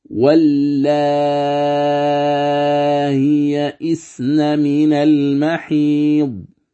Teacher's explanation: نقرأها هكذا والله يئسن من المحيض. لاحظ أن الهمزة مسهلة لكن لا مد فيها · Term: التسهيل